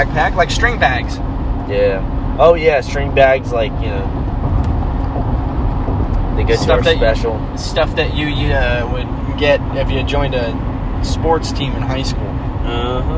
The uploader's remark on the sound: Oh no we be driving in this one while talking about funny things too?